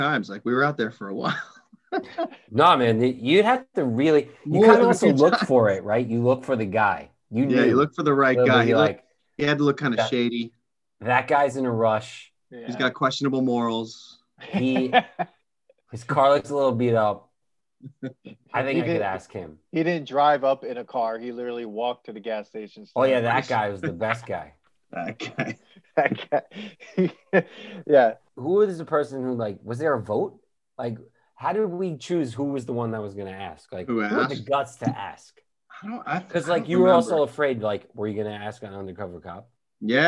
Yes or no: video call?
yes